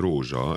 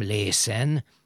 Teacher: Azt mondhatjuk ki tehát, hogy két magánhangzó között az S zöngésedik. · Shown in: first take